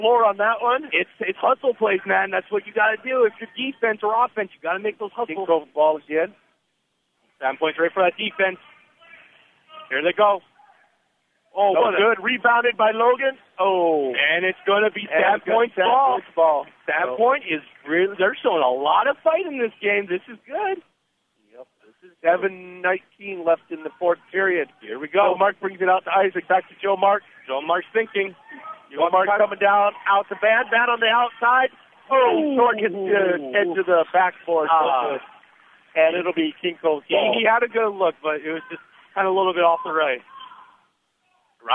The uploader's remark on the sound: Today’s game brought to you live from Sand Point